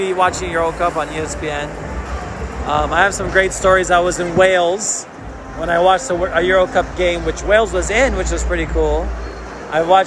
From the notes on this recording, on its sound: The Fan Experience Live From The North End LAFC vs FC Dallas. Live from Banc of California Stadium, we take you behind the scenes in the North End, the most exciting section in Major League Soccer, as LAFC battles FC Dallas.